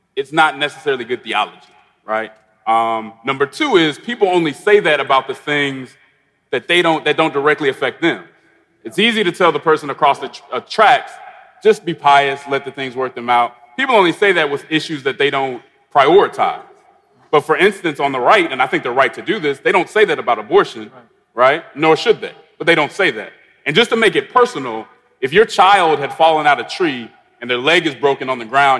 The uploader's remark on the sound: panel discussion at our MLK50 conference